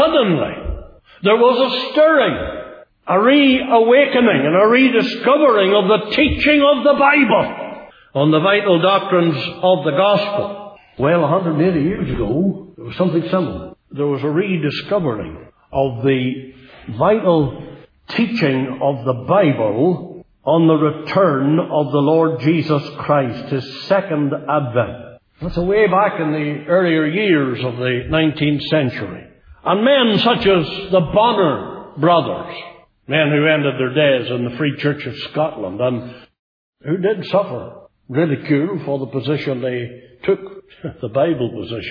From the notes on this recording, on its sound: Centenary Conference in Northern Ireland 2018. Speaking at the Centenary Conference in Northern Ireland at Newtownabbey Free Presbyterian Church.